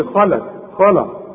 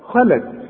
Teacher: أنا عايزك اللام دي ترققها جدا لأنها جنب خ مفخمة · Shown in: second take